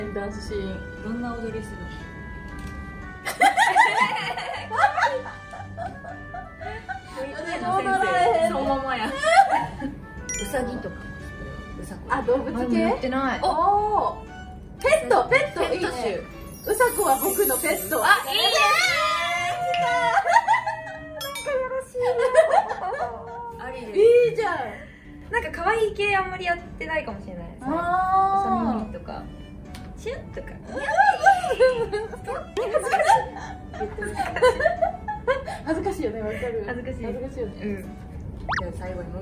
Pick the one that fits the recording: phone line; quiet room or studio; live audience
live audience